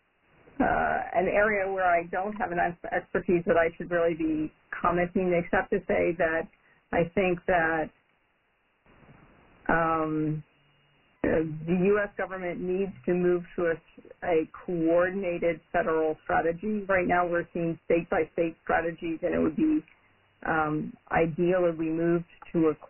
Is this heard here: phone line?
yes